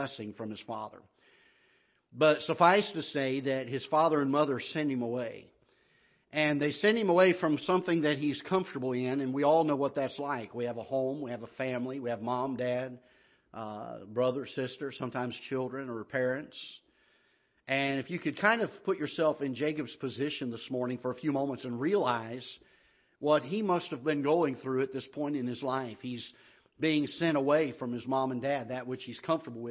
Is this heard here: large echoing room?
yes